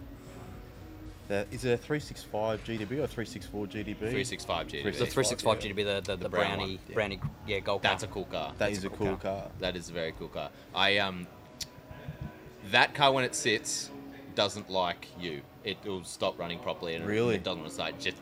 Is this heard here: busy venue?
yes